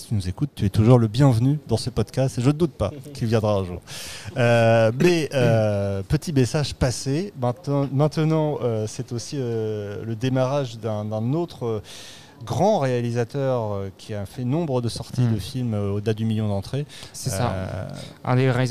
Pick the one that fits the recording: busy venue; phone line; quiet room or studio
busy venue